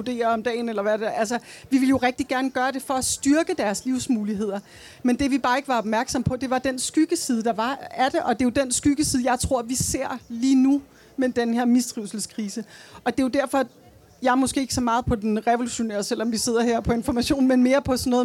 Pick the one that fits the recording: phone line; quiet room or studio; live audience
live audience